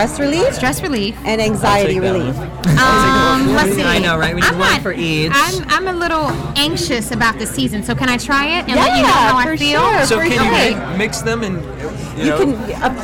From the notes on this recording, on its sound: Broadcast live from the Kari Feinstein Emmy’s Style Lounge gifting suite from the world famous Mondrian Hotel on Sunset Blvd in Los Angeles.